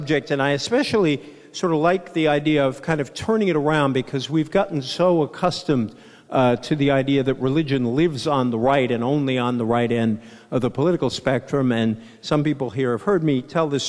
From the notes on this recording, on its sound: Keynote address at Yale Divinity School’s Faith and Citizenship conference.